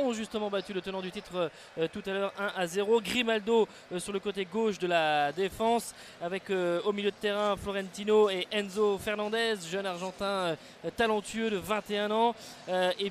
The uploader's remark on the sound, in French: en direct de l'Estadio da Luz